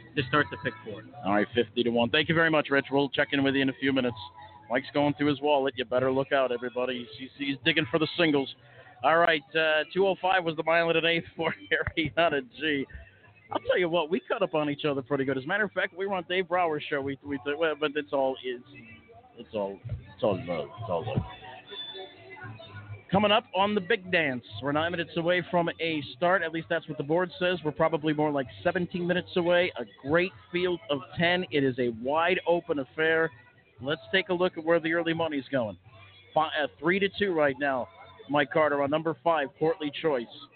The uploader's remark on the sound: live remotes at Meadowlands Racing and Entertainment